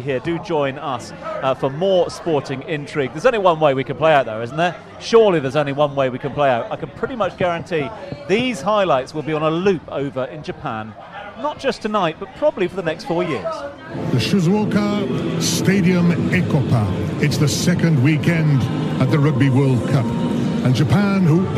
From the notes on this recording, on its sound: From our spiritual home Barasti